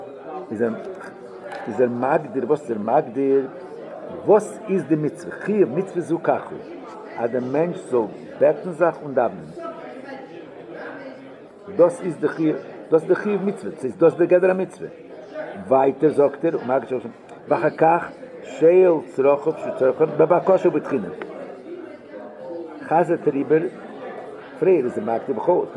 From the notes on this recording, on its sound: Live Shiur